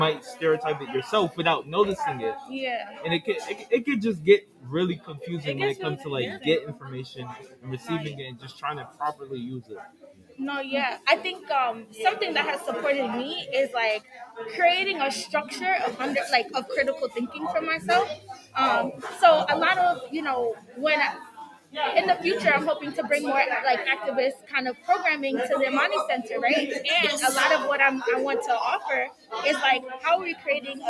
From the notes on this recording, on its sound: We are sharing the live recording from our 2022 Youth Symposium.